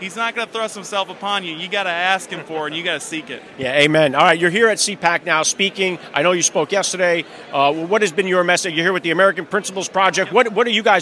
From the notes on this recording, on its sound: Was Live at CPAC in Washington DC to interview the speakers.